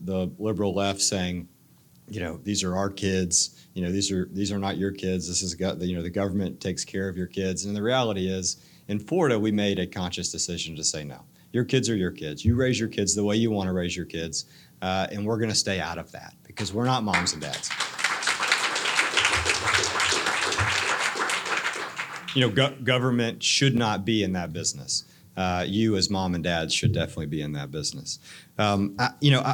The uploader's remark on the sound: Speech at the WRWF in Walton County Florida. We went on location to record State Sen.